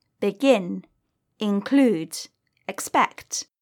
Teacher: the stress is on the second syllable in verbs with two syllables